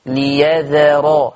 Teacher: ما كان الله ليذا بينوا، خلصوا الذال من الراء، ليذرا عشان ما تنقلبش الذال الى ظاء فتطلع ليذرا، لا انا عايز ليذرا هكذا.